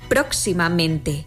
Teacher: Así lo vemos en próximamente, donde se pronuncian con más fuerza las sílabas pro y men.